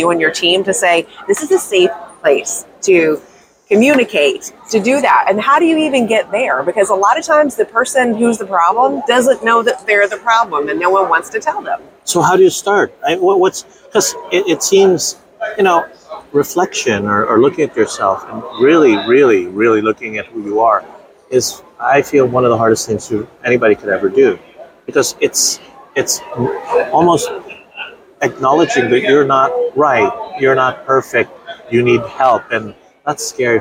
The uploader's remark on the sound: live at ADA Smilecon 2022